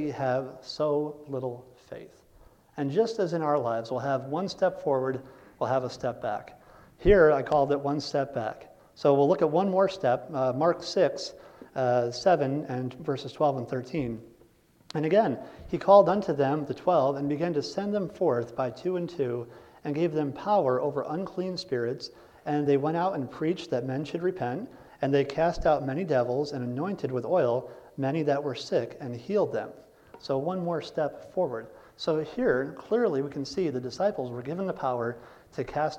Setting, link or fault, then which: setting, large echoing room